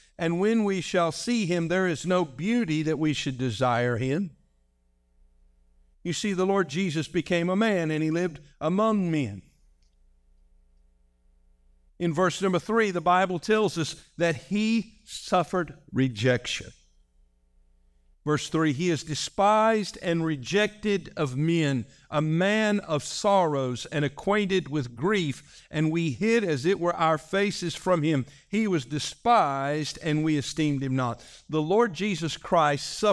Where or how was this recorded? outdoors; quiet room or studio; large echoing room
large echoing room